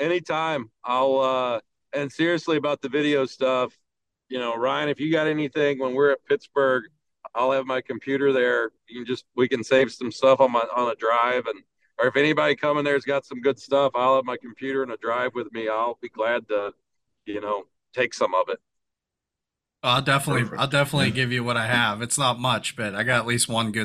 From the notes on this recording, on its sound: while he drives home from the Milwaukee Musky Expo